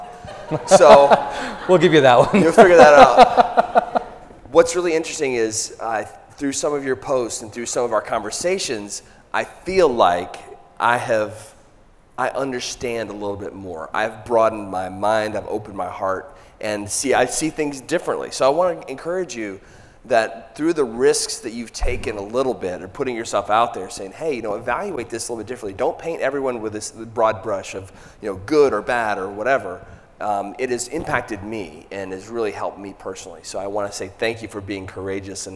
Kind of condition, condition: setting, live audience